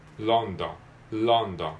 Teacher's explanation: L は、えー、舌先を、えー、上の歯の裏側にくっつける感じで